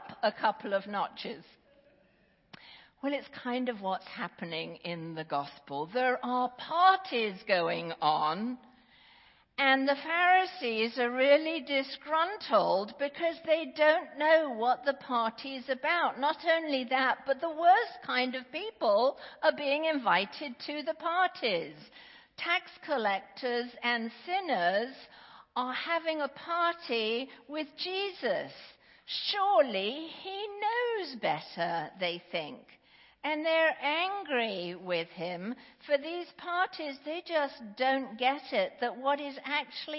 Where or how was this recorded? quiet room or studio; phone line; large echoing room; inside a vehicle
large echoing room